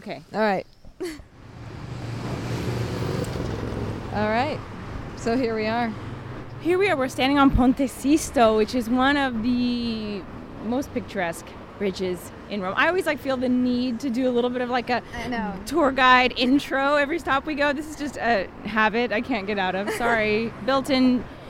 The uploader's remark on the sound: walking the streets of Trastevere at dawn